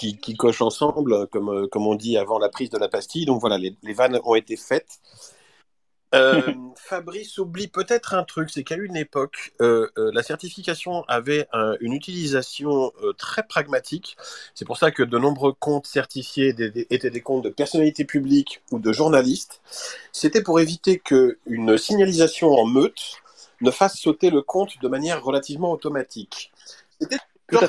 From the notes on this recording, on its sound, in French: réalisé le 28 juillet 2023 lors d'un Twitter X-Space